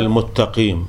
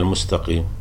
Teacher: نعم، يقول المتقيم بدل المستقيم، فيجعل السين تاء ويدغمها بالتاء · Shown in: first take